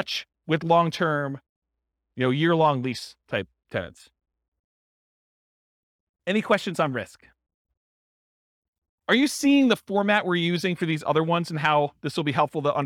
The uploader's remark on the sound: This was a live class recorded